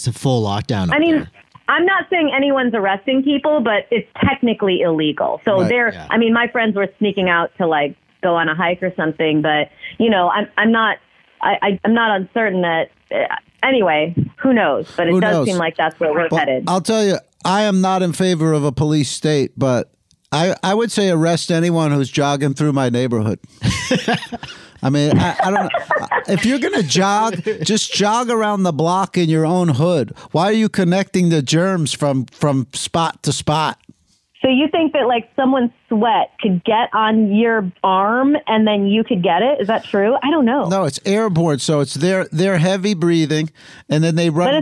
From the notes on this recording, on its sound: Phone calls have resurged. Calls into the Stard Alley Quarantine!